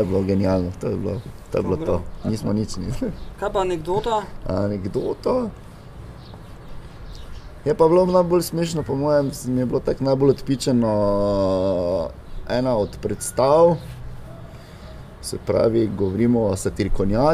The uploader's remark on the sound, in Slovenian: na ulici pred hišo ter pred publiko